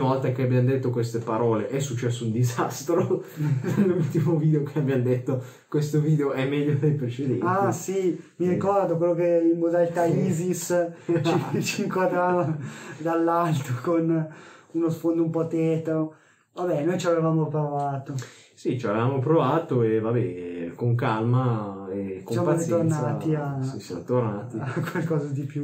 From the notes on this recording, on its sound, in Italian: Migliorare l'audio con niente meno che un bel microfono nuovo!! Ma purtroppo non ha avuto il risultato sperato... Pubblicarlo ugualmente usando l'audio di "riserva".